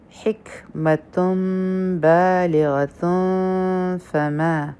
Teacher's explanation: ها د حلق نه او په کاف به همس کو او په تا باندې تنوین دی، مخکې چونکې با راغله نو دلته اقلاب والا رول بیا راغی او په دې کې د میم ساکن اخفا هم ده، نو دوه سیکنډه ټایم به هم ورکو.